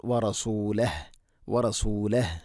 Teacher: അവിടെ നിർത്തുമ്പോൾ വറസൂലഹ് വറസൂലഹ് ഹന് സുക്കുൻ നൽകിക്കൊണ്ട് നിർത്തണം